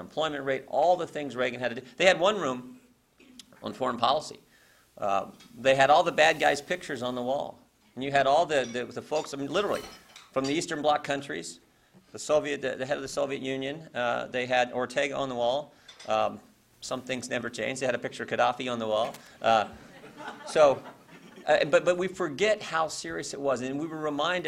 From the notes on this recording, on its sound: WASHINGTON, DC. In a speech to a breakfast meeting of The Ripon Society.